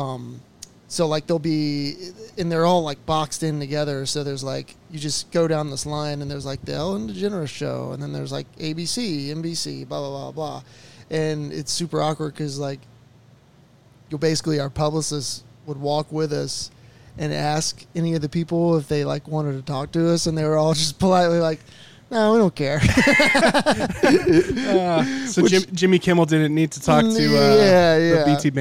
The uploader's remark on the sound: In-person interview live from the Green Room at Reverb in Reading,PA! We take questions from the fans.